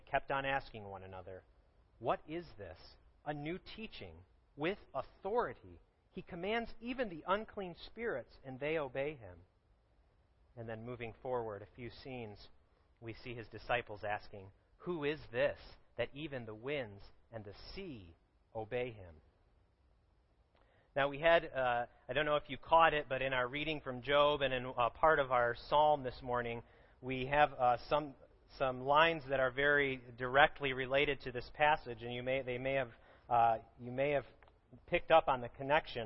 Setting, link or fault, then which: setting, large echoing room